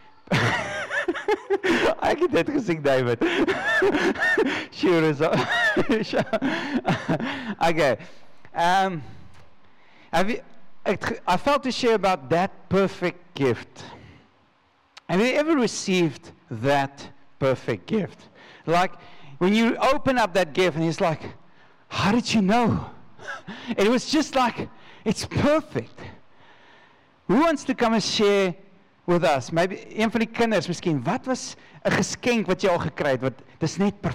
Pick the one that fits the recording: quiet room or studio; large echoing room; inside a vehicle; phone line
large echoing room